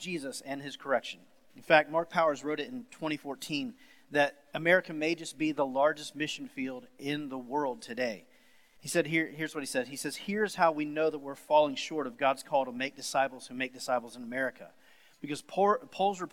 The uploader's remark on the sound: Sermon series at The Fellowship in Nashville. Recorded live on August 23, 2020.